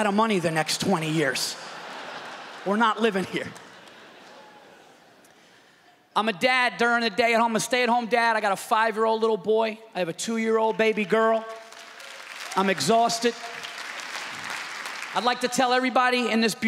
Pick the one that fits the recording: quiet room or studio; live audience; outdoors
live audience